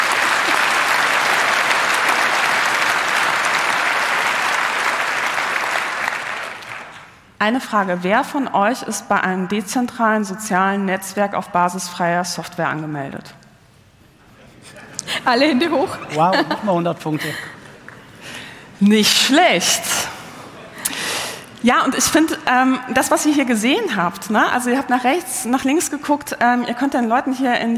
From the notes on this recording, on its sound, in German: Der 37C3 öffnet seine Pforten und heißt das Publikum herzlich willkommen.